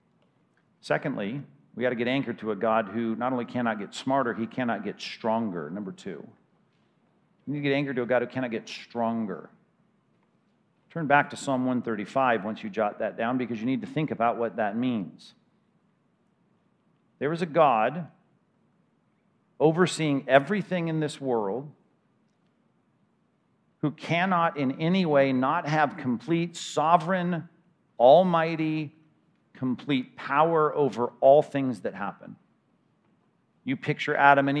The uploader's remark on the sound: 2021 Anchored Men's Conference at Compass Bible Church: Session 2.